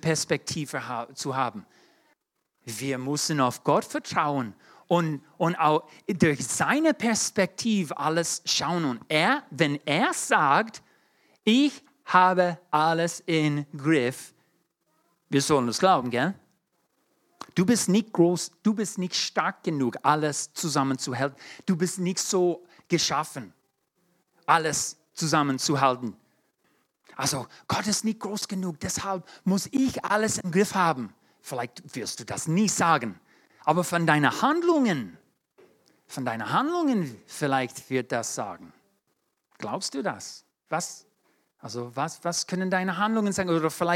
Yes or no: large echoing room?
yes